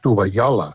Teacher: aquesta doble L, aquesta palatal, és un fonema que s'està perdent, que passa a ser una I